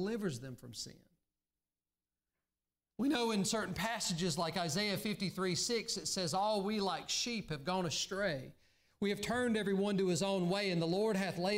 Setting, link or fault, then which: setting, large echoing room